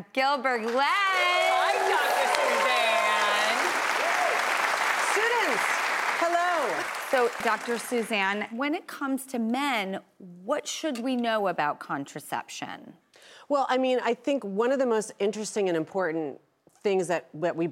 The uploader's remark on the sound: Taking audience questions about male contraception.